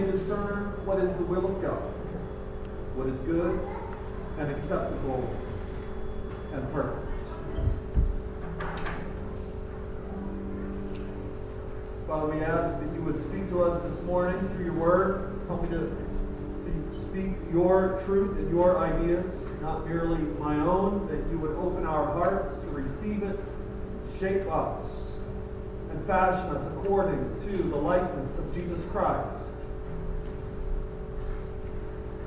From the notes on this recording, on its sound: Apologies for the poor audio.